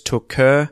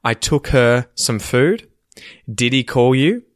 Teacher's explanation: We have the H deletion, which is where the H at the beginning of words is removed and the consonant or the sound that the word before the word with H ends with carries on over onto the next word.